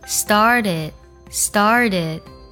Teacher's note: 字母 T 进行一个美式浊化